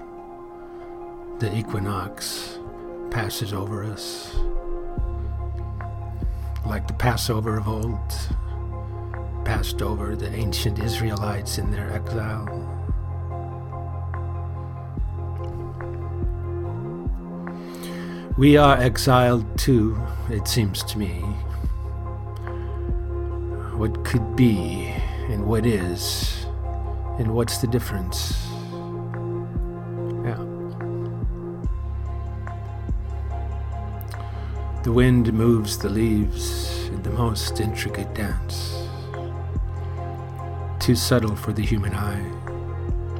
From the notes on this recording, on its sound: At the railroad crossingwhile. I sit waiting in my car.